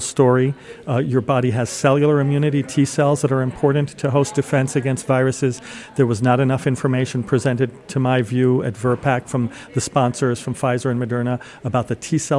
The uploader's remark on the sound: At the second day of the Milken Future of Health conference